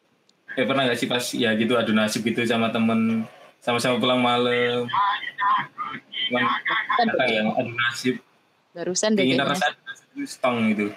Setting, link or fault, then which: link, video call